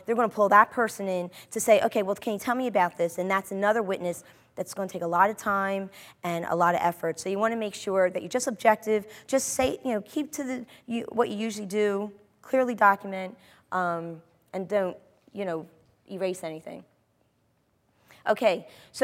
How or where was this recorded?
live audience